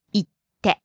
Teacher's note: So for the verb 行く, to go, which is used so often, it's not conjugated by dropping the く and adding the いて, but rather you drop the く and replace it with a pause plus て.